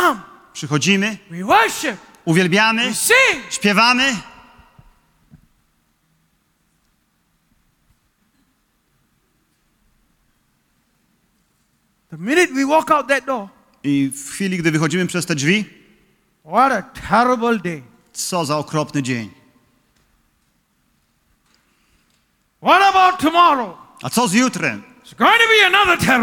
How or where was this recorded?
large echoing room